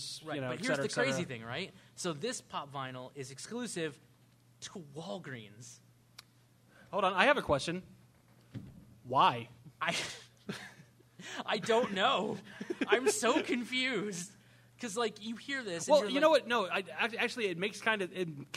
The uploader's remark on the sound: we're recording live from the Baltimore Podcast Festival 2018!